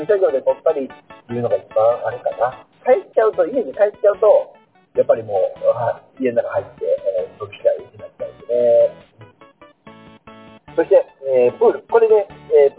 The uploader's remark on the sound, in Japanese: 音質難あり。音質が悪くなっております。